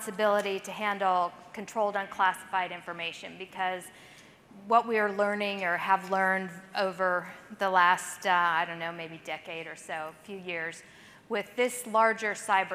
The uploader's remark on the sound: The event is the largest annual gathering of C-level executives, leaders and innovators from the government and tech community. Delivered the closing keynote at the event.